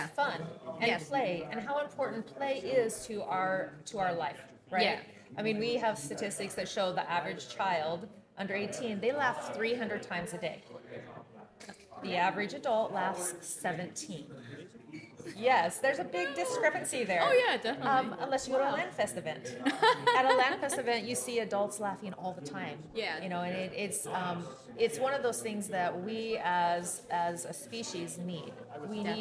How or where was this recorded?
busy venue